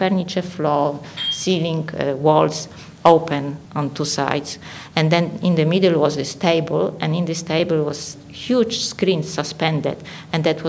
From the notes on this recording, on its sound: Recorded with a live audience.